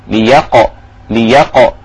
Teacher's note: القاف هنا مقلقلة لأنها ساكنة